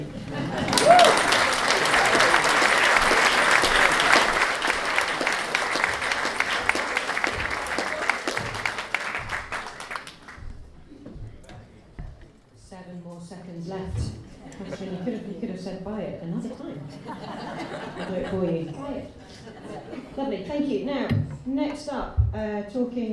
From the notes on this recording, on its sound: At the Chiswick LocaL Writer's Party. At the 14th Chiswick Book Festival , at the local authors party, where the writers have 2 minutes against the clock to talk about their books - or get ‘horned’ off!